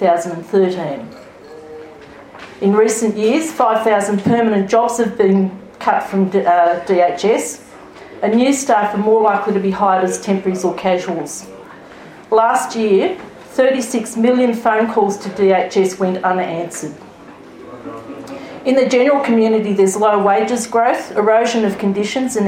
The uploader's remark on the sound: Politics in the Pub. (This is the full recording with all tracks.) There's also audience participation with a Q&A session. Blue Mountains Unions & Community (Blue Mountains Unions Council Inc).